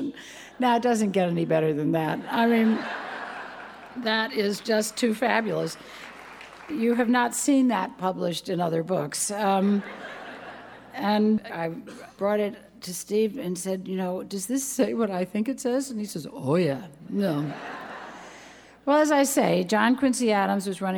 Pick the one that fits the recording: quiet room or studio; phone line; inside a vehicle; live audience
live audience